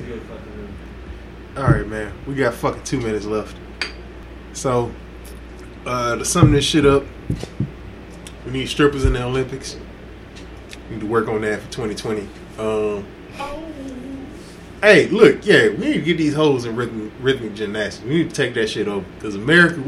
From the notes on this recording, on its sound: Actually the Audio maybe a little uneven on this one.